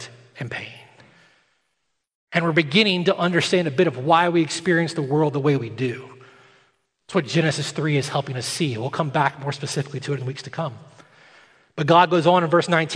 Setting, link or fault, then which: setting, large echoing room